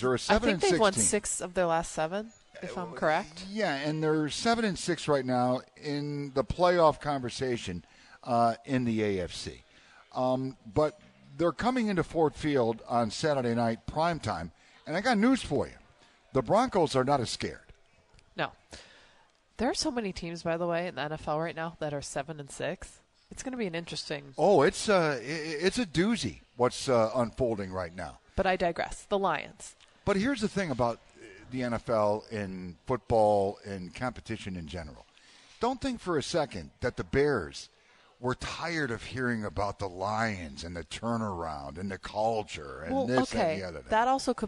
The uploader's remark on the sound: LIVE from Soaring Eagle Casino & Resort in Mt. Pleasant for a special edition of The WJR Sports Book.